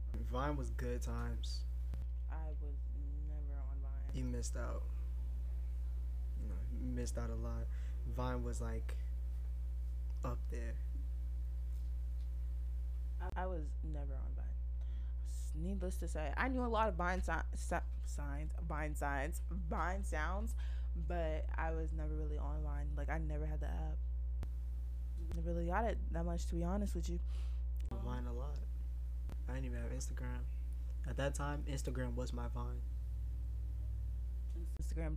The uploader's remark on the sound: This is our first ever podcast so if the quality doesn't sound too great we're working on it so be patient.